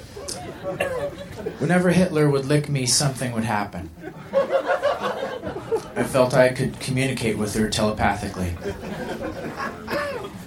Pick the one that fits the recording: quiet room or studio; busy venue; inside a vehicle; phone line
busy venue